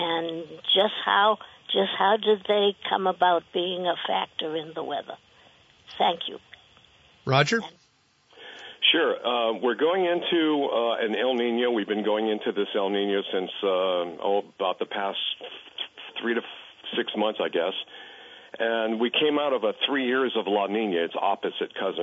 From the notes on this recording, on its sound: closes out the week with some open phones